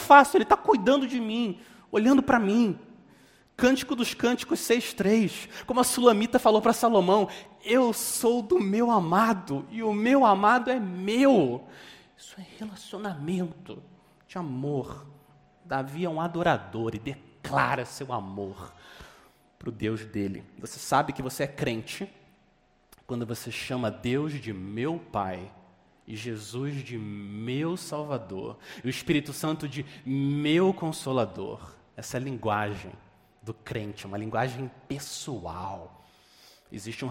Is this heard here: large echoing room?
yes